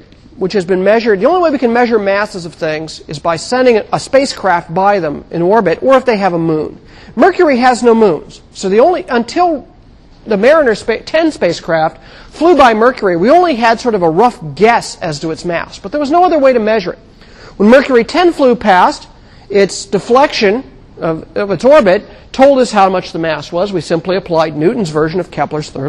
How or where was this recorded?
large echoing room